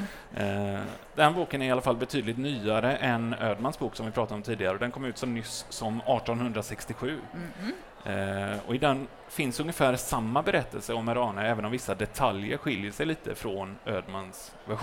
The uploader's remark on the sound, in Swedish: Live på Bokmässan